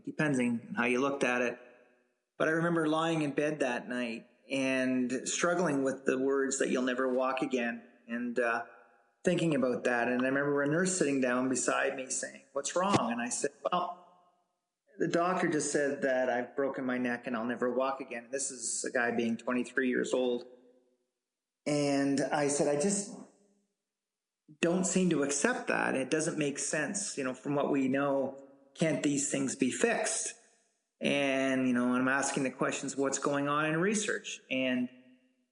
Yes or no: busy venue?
no